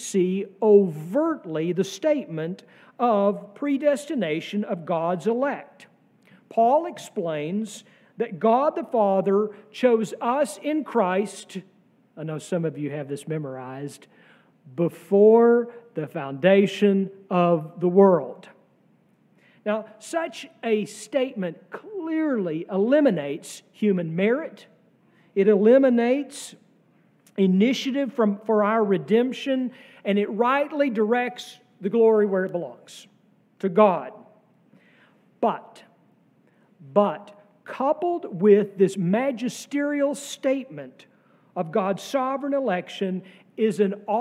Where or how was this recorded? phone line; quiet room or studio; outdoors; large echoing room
large echoing room